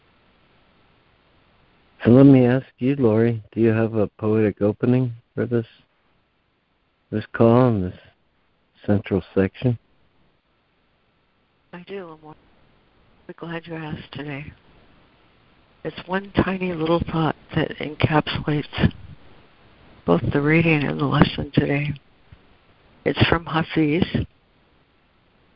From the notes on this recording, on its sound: ACIM Daily Conference Call